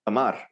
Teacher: in English, we would just go amar. We'd put a schwa on that start. And then that's how we would get the stress on the other syllable.